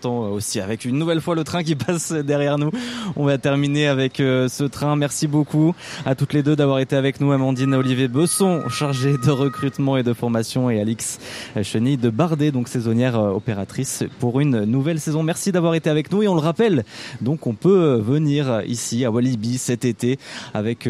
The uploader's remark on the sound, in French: En Direct de Walibi Rhône-Alpes